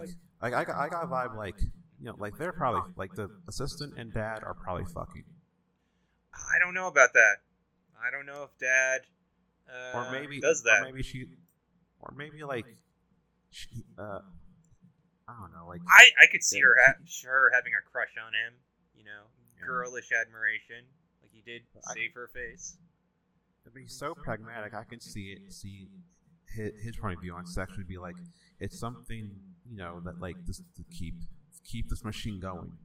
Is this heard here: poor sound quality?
yes